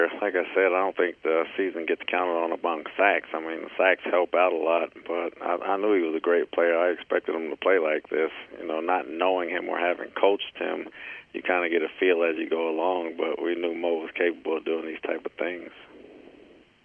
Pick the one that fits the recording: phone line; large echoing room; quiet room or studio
phone line